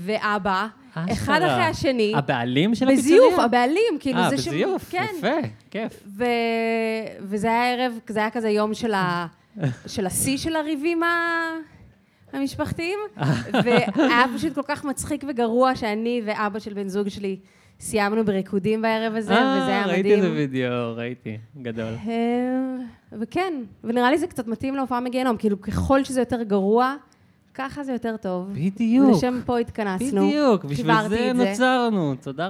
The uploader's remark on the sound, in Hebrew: פודקאסט לייב!